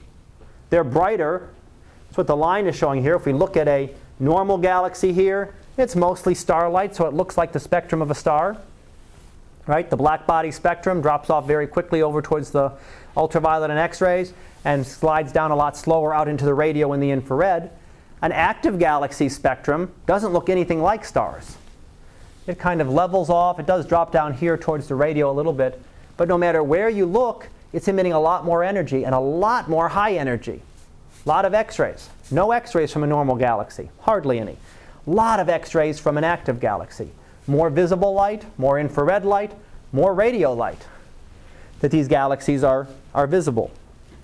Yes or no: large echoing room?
yes